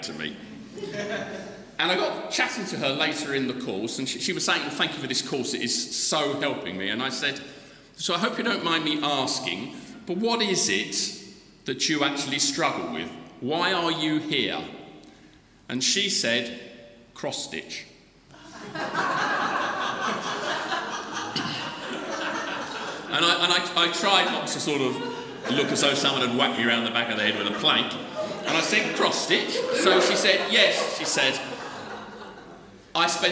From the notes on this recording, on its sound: The Recovery Course Conference Keynote Address.